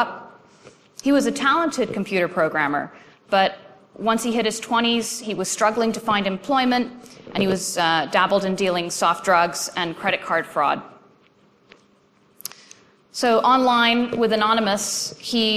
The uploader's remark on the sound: presentation from AusCERT's 2013 conference.